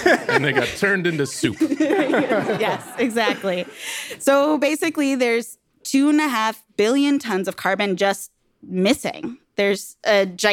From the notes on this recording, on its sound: in front of a live audience